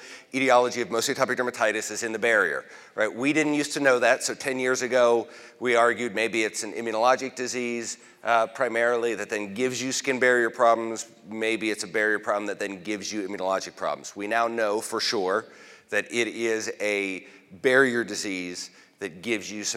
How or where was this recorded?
large echoing room